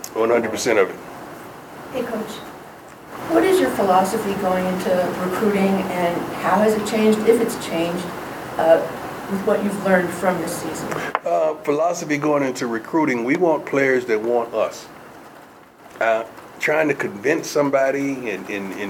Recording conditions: busy venue